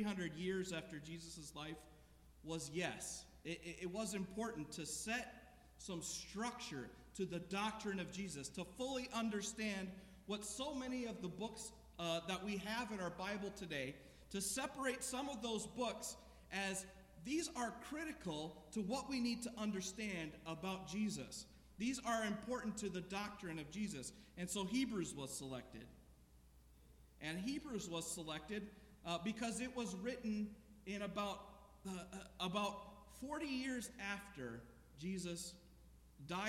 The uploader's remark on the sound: This sermon was preached at The Salvation Army Omaha Citadel Corps, 3738 Cuming Street.